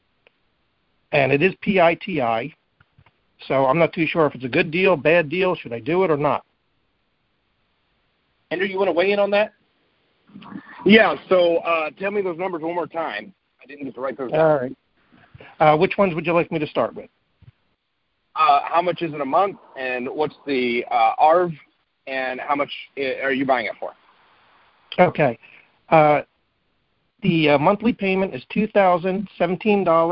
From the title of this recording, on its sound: Gold Club Q&A Call